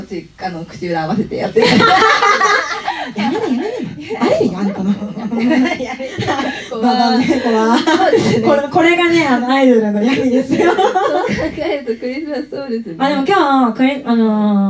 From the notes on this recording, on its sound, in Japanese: 12月25日の無料ワンマンにて公開録音された回です